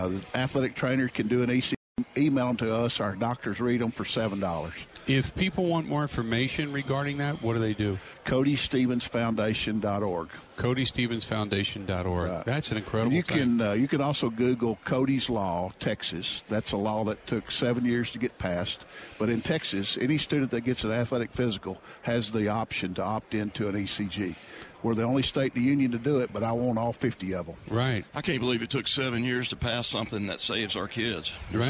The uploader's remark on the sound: Live From Radio Row At Super Bowl 57